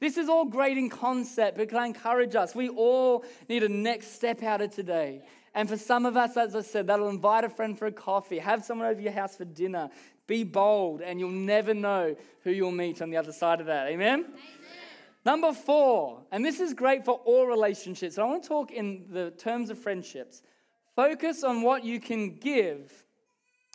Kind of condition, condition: setting, live audience